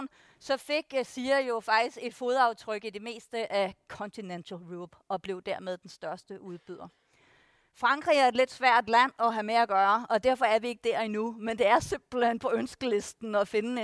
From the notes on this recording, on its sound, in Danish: I denne podcast optaget på Boligdagene 2023